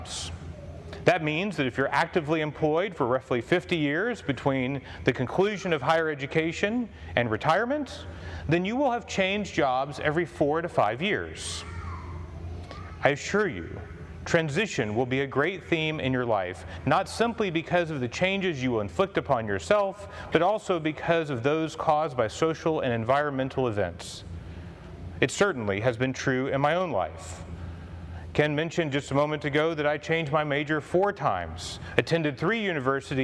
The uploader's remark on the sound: Commencement Address for Holy Trinity High School